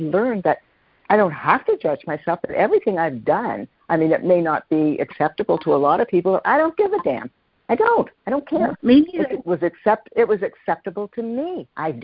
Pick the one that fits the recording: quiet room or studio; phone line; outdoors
phone line